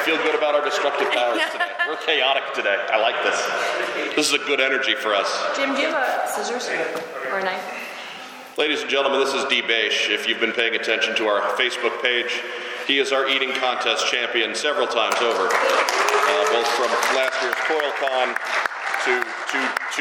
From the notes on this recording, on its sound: LIVE from JoeCon. This was supposed to be the recording of the last ever panel at JoeCon. He was our roving mic for some Q&A with the audience.